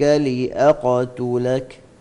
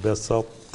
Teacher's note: الطاء مع التاء متجانسين صغير وحكمه الإضغام الناقص، لأن الطاء كبيرة يبقى فيها صفة الإطباق